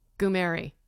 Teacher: you say the goo part is said faster than the Mary. · Term: short goo sound